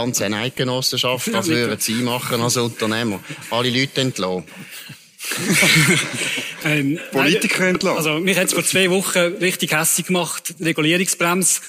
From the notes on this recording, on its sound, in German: Bern einfach live aus dem Mythenforum in Schwyz